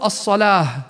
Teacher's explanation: إذا وقفنا عليها تصبح هاء مهموسة بدل التاء المربوطة